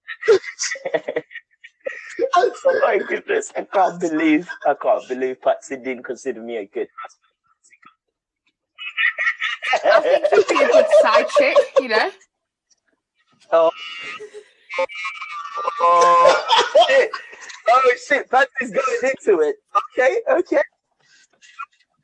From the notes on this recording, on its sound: BE AWARE OF SOUND ISSUES.